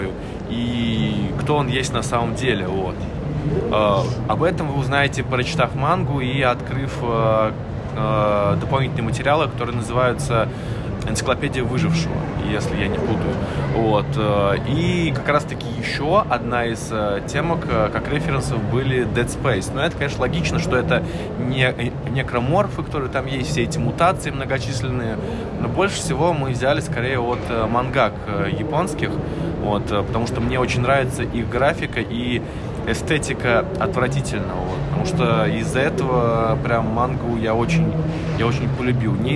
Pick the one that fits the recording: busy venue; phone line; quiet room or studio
busy venue